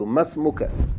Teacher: You are not pronouncing the long vowel, and you're also not pronouncing the Hamzatul wasl. You're going straight from the meem and fatta right to the seen. Without pronouncing the long vowel, without pronouncing Hamzatul wasl.